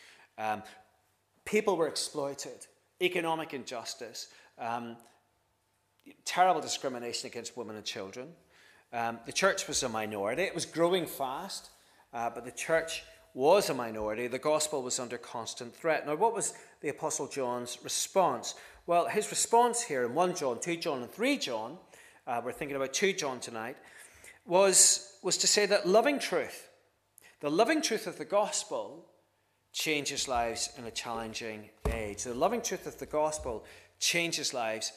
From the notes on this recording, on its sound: This is the recording of the Bible reading and sermon from our evening service on Sunday 25th June 2023.